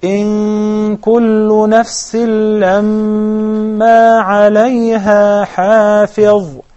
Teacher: we completely conceal the letter noon, the non-vowel noon. And instead, we pronounce the following letter, which is the kaf, and the gunna is thin, because the kaf is a thin letter, or a harf mukhaffaf. · Term: إخفاء حقيقي